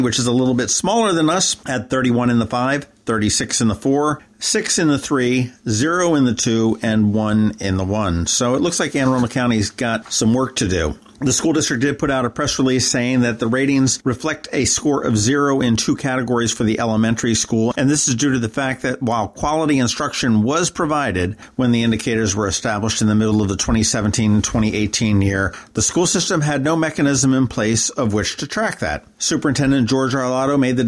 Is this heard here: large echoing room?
no